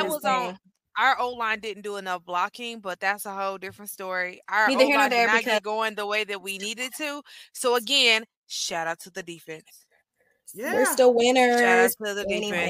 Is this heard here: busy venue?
no